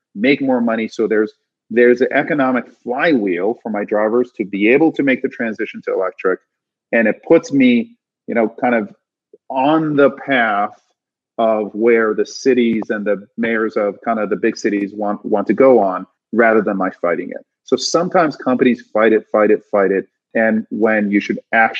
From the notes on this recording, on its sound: This episode was recorded during Iconversations, Greylock's new virtual speaker series event